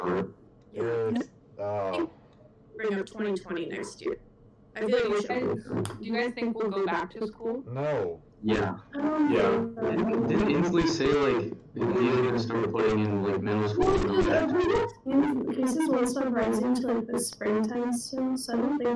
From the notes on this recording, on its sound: We apologize for the inconvenience of the episodes sound quality